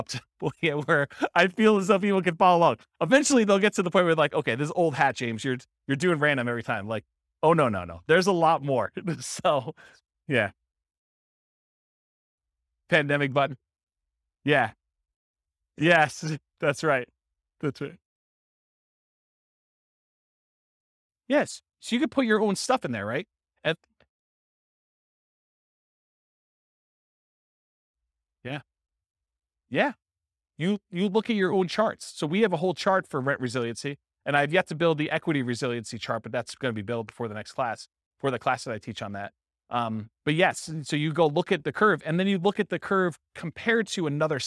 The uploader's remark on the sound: This was a live class recorded